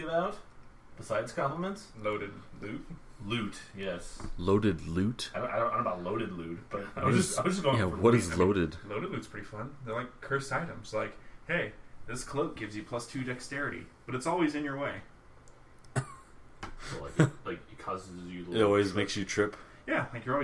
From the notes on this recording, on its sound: The audio is a bit quiet so for best sound, plug some headphones in.